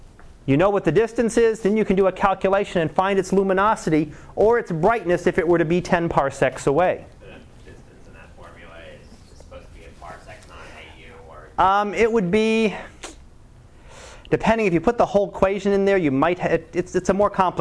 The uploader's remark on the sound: Live Class Lecture